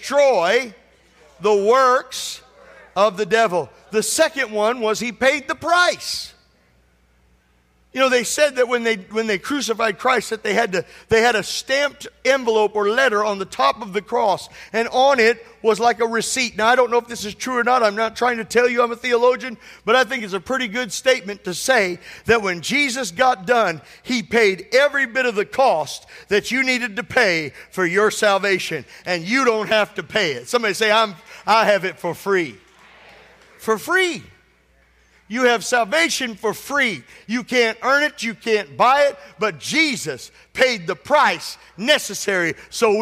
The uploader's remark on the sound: This sermon was recorded at Family Worship Center in Florence, SC on Sunday, April 9th, 2023.